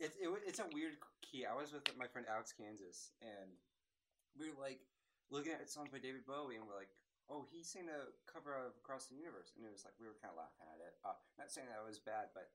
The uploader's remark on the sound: Please mind the audio! The team is working on getting the perfect audio, we must start somewhere!